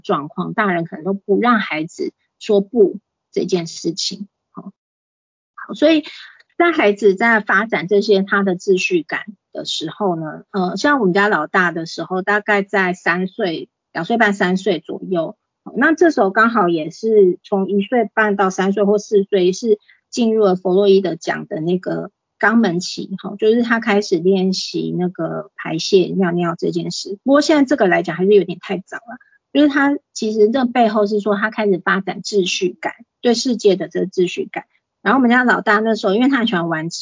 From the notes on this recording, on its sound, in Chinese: 此為線上課程錄音檔！